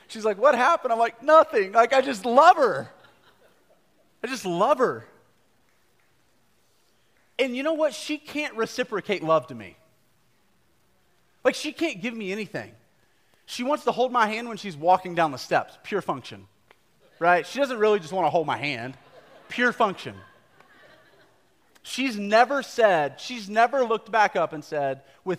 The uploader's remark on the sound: a live recorded sermon from the Sunday gathering at The Heights Church Denver